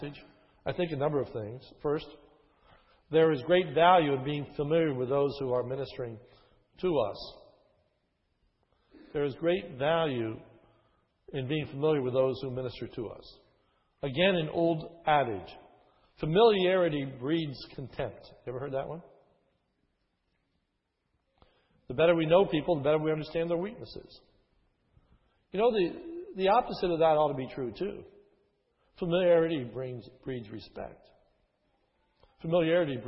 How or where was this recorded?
large echoing room